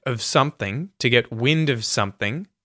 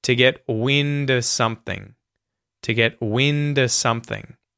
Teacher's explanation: In the phrase to get wind of something, you can say of as either of with the V sound at the end there, of something, to get wind of something, or you can just not say the V sound, the V sound, and use a schwa sound instead · Shown in: second take